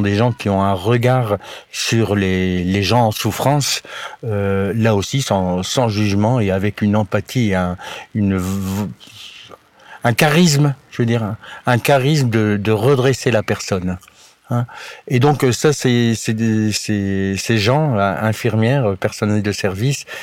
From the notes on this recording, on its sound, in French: L'épisode a été enregistré en extérieur, pardonnez-moi les petits bruits parasites.